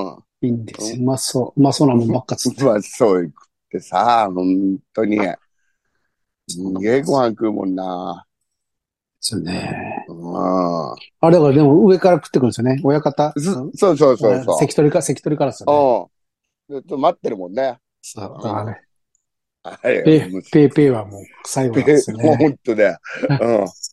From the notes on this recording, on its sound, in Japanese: ZOOMで収録。